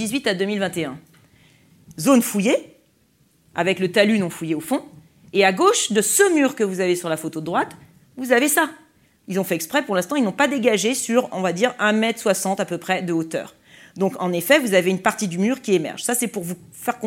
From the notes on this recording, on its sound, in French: Conférence enregistrée lors de la 5e édition de la Nuit de l'ENS (en partenariat avec France Culture, Libération, HugoDécrypte, Philosophie magazine).